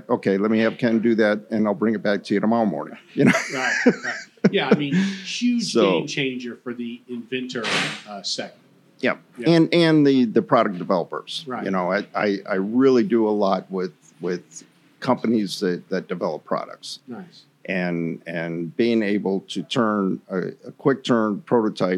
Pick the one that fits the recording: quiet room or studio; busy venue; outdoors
busy venue